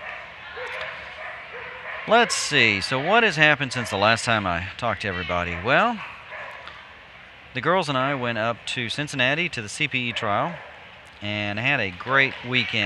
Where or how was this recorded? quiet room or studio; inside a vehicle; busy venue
busy venue